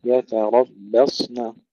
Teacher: ترقيق التاء وتفخيم الراء، ترقيق الباء وتفخيم الصاد، وترقيق النون في الآخر